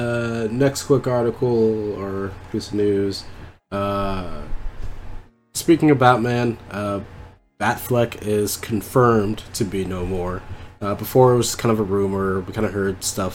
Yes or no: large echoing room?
no